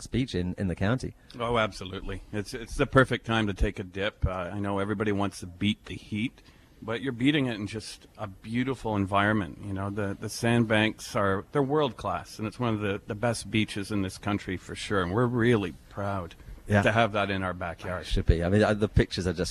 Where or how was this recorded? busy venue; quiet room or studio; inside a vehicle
busy venue